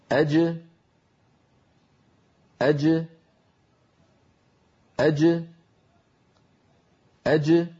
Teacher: الصوت ينحبس خلف اللسان ثم ينطلق عندما يبتعد وسط اللسان عن غار الحنك الأعلى، فتخرج الجيم المقلقلة بتباعد طرفي عضو النطق، وهما هنا وسط اللسان مع ما يحاذيه من الحنك الأعلى، ثم يتابع الصوت طريقه إلى الخارج، وتبقى الجيم شديدة مجهورة، أي محبوسة الصوت محبوسة النفس.